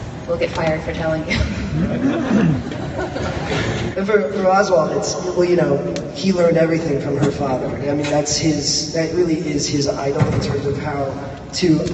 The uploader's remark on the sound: NYCC 2017. The full audio from the Gotham panel!